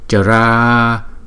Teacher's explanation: Chữ A này có dấu gạch ngang thì chúng ta đọc hai nhịp. Còn chữ A ngoài trước đọc một nhịp.